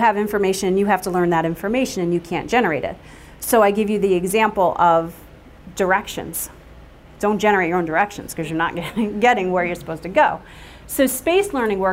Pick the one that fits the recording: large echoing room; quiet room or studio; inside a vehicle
large echoing room